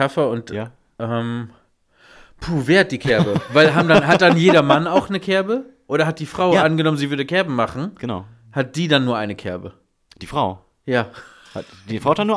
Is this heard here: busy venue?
no